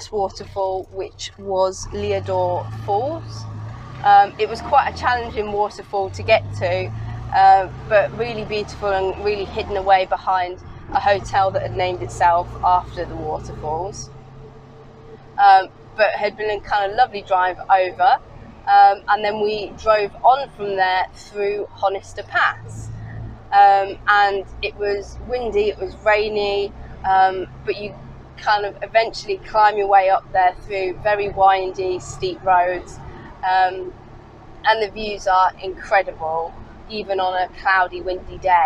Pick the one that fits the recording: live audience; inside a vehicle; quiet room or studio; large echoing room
inside a vehicle